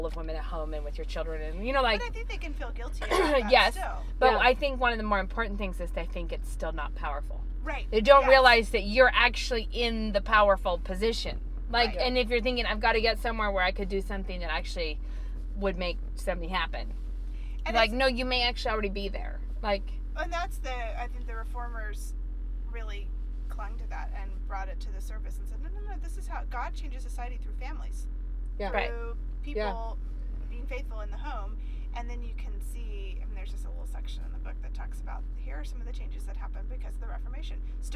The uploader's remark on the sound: Not only did we podcast while driving around town.